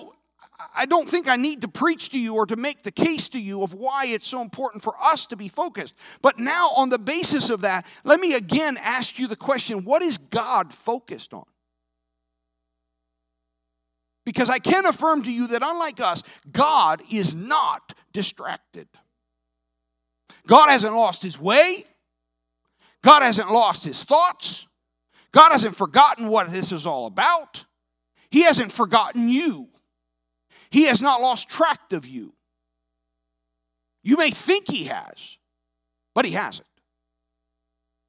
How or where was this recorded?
large echoing room